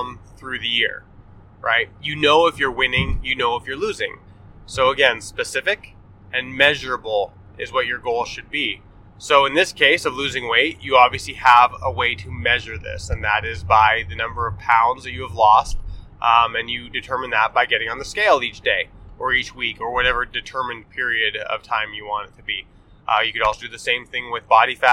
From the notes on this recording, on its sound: Pardon the poorer than usual audio quality as this is recorded on the fly while driving to northern Utah for a family event!